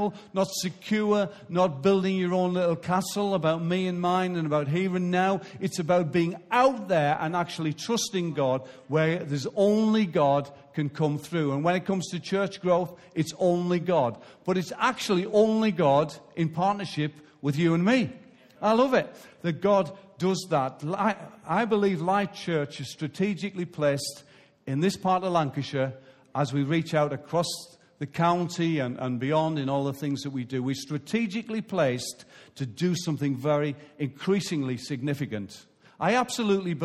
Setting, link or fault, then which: setting, large echoing room